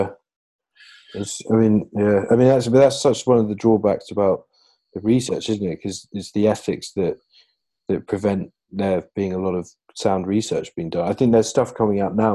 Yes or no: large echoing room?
no